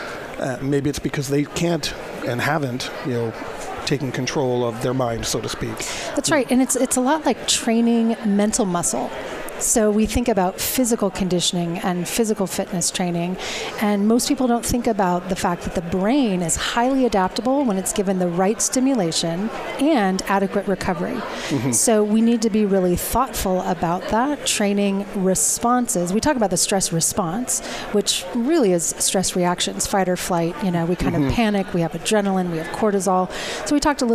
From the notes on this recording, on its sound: Live From Disaster Recovery Journey Conference 2018. Broadcast live from DRJ 2018 in Phoenix Arizona.